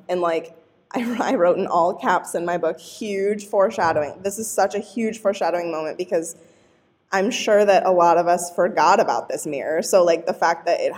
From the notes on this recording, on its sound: LIVE from LeakyCon Chicago 2023!